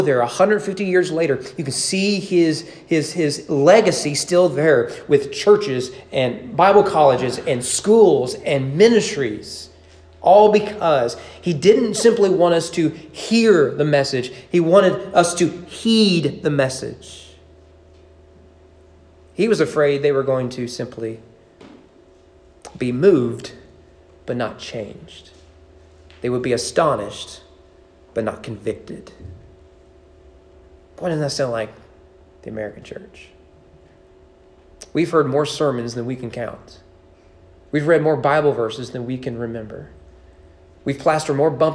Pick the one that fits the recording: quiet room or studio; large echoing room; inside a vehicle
large echoing room